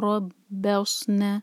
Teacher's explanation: را پر فتحہ تو را ہیوی پڑھا جائے گا، با کو اسٹرانگ پڑھیں گے، با پر شدہ ہے.